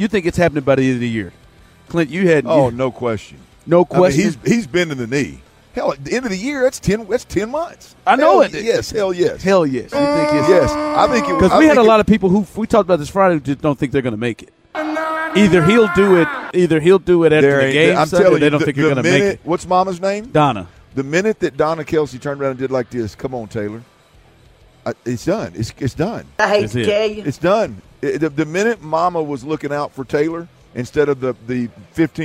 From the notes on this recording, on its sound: THE DRIVE is LIVE on Super Bowl Radio Row in Vegas.